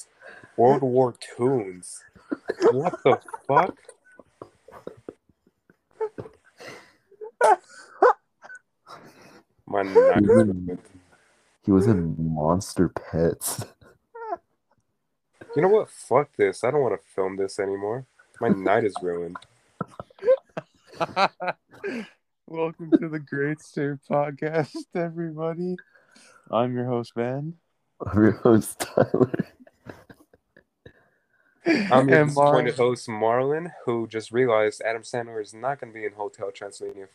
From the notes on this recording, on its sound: The opening to an unfortunately scrapped episode due to some audio issues.